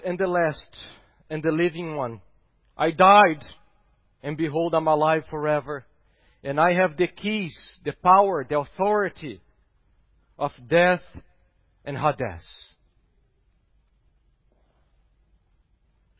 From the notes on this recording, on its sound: at Gracious Cross Reformed Church Salem on Sunday, April 4th, 2021.